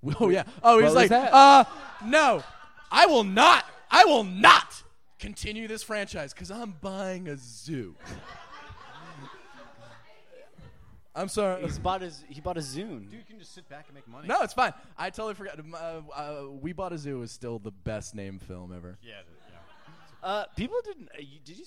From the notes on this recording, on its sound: Our first ever LIVE podcast. The crowd at The Creek and the Cave in Long Island City. Recorded live at The Creek and the Cave.